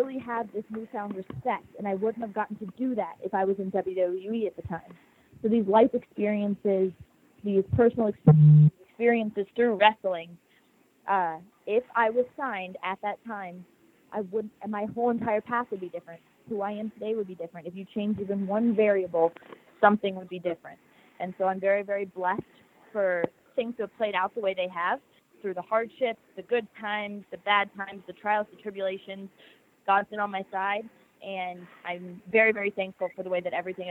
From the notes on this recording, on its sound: full audio from the May 31, 2018 Impact Wrestling media call